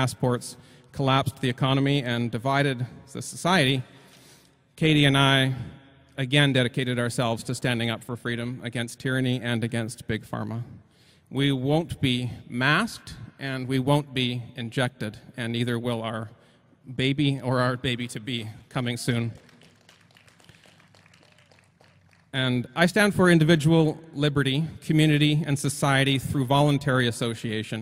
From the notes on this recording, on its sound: The audio is a speech I gave at our year-end wrapup